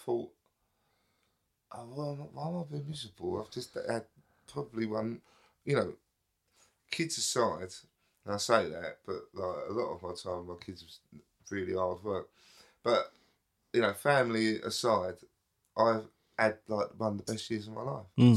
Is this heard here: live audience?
no